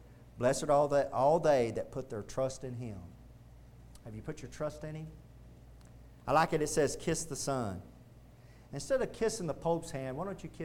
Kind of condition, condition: setting, large echoing room